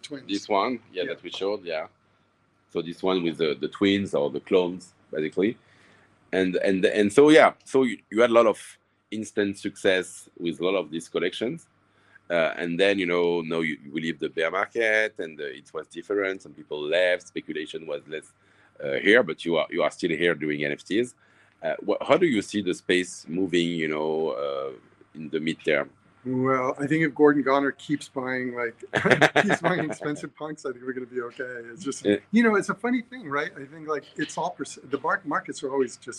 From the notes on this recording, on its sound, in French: Aujourd'hui nous étions en vidéo et en live de la NFT Factory. 137 rue Saint Martin.